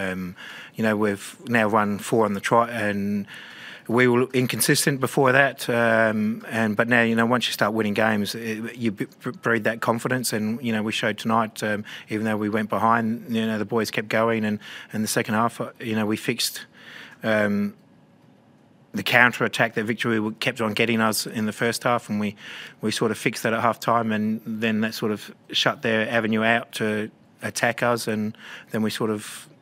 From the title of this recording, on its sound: Post-match Press Conference